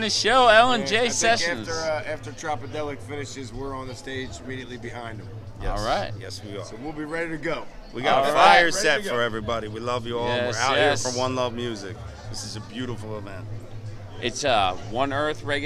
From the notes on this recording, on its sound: live broadcast from One Earth Reggae Fest 2022